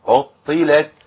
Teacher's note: عطلت دي ما تنفعش. ما ينفعش اخلي الطاء واللام مفخمين، الطاء تخينه واللام ايه؟ حرف مرقق.